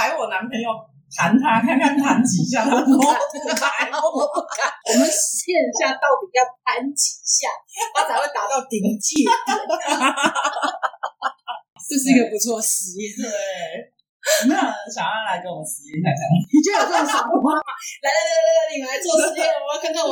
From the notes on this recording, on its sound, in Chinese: 收音糟,我知道,請忍耐,會改進~~~真心發現不能胡亂改錄音方式。